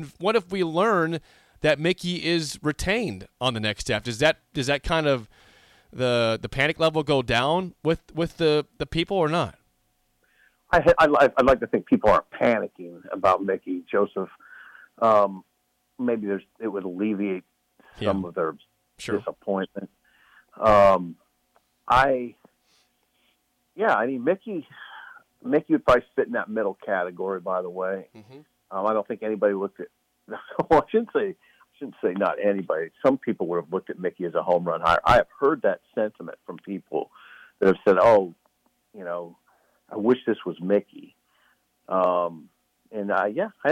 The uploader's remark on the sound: is in Iowa City and calls